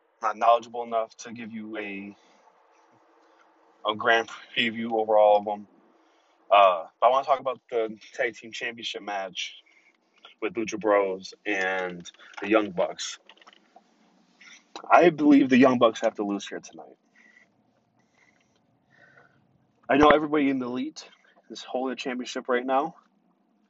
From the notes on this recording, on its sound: live from the PWP Express (his car